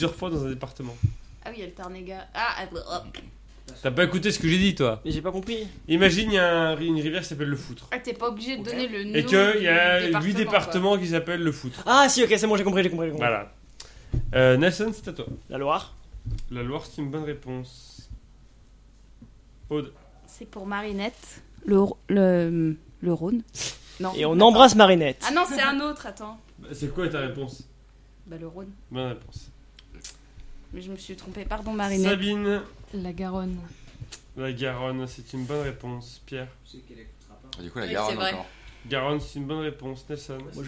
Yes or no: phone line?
no